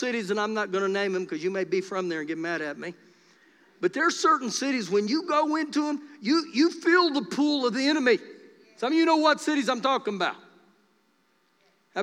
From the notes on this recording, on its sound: Recorded live during our Wednesday night service on 10-27-2021